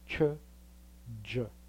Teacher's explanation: The same thing applies to CH, J. They are pronounced in the same place in the mouth. The tongue has the same position. What changes is the voicing in the voice box. Again, put your hand in front of your throat, on your throat, and pronounce CH, J. · Again, put your hand in front of your throat, on your throat, and pronounce CH, J. When you pronounce J, you feel the vibration.